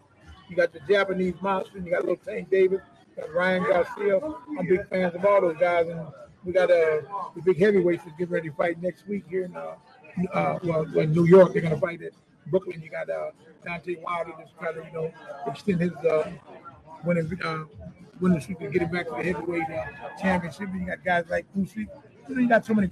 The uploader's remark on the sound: LIVE FROM ATLANTIC CITY BOXING HALL OF FAME